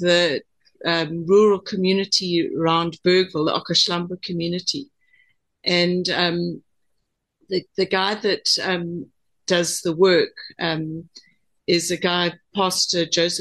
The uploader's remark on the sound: The Transformation Table Zoom Meeting 10 August 2023